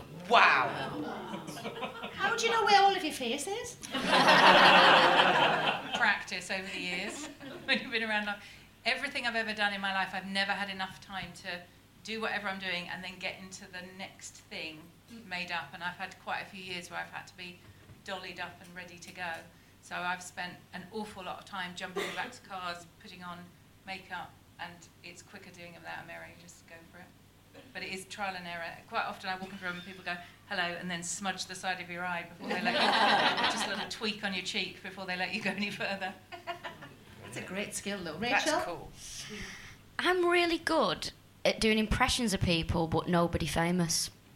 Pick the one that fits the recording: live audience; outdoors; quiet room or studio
live audience